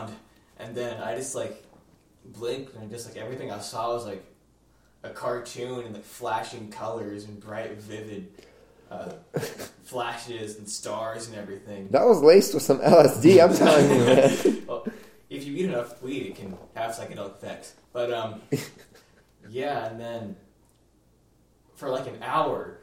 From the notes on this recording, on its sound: We only have one mic and one set of headphones.